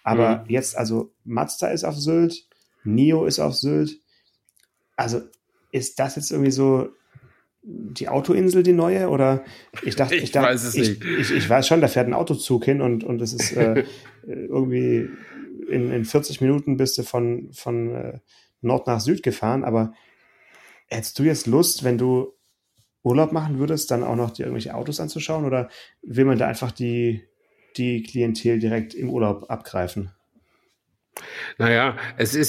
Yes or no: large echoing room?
no